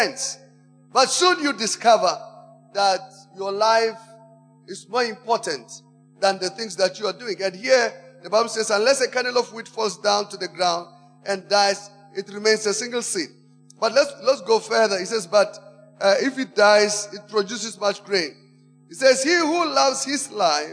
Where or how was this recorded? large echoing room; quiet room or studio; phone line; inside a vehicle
large echoing room